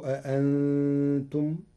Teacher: قرأ ورش كلمة أأنتم بتسهيل الهمزة الثانية بين وله إبدالها ألفا مشبعة لوجود نون ساكنة مخفاة بعدها.